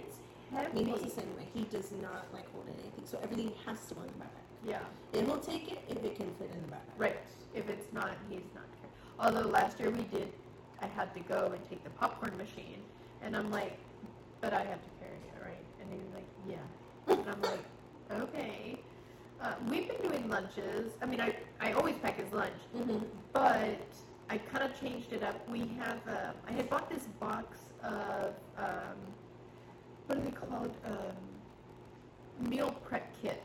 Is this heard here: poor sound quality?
yes